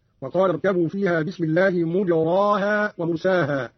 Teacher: قرأ قالون بضم الميم وبغير إمالة في الراء هكذا: وقال اركبوا فيها بسم الله مجراها ومرساها من أجرى رباعيا.